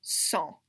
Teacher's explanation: Like, you don't hear the G at all. There's like nasalized vowels going on.